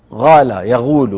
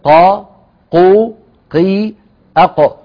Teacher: يأتون بالقاف مشربة يعني مخلوطة بصوت الغين · Shown in: first take · فعند قراءة القرآن تجنب مثل ذلك وقل قا قو قي أق. · Term: القاف الشبيهة بالغين